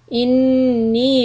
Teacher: hold the نون شدة، then stretch for يَا · Term: مد منفصل